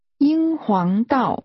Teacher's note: The tones are high level, rising and falling.